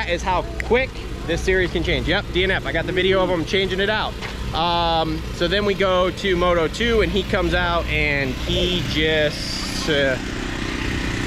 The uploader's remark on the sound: Live from Redbud post race. We walk around the pits after the race and talk to who we can talk.